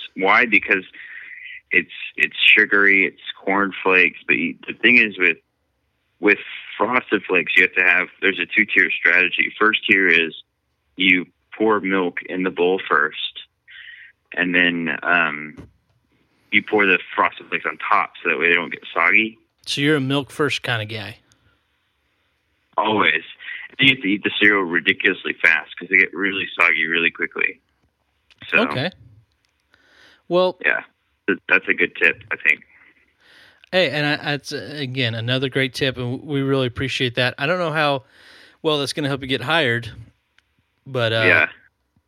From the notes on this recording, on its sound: there's a phone call